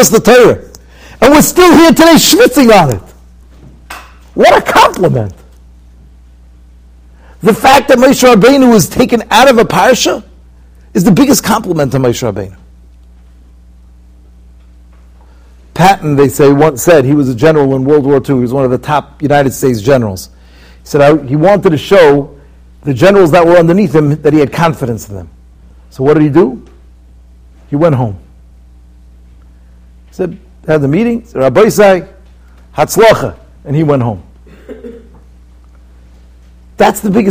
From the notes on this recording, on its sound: Shiur recorded in Yeshivas Ohr Reuven, Monsey, NY.